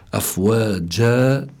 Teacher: أفواجا هون في عندي مد، ومد مقداره حركتين، هذا بيدخل يعني تحت المد الطبيعي، لكن اسمه مد العوض، مد العوض لأنه عوض عن التنوين بالألف.